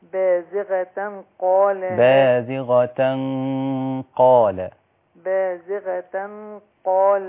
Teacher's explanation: في غنة التنوين مع القاف إخفاء مع الغنة والغنة مفخمة